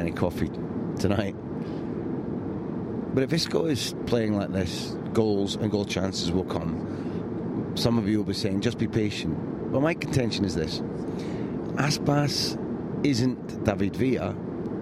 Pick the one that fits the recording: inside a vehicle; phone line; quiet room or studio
inside a vehicle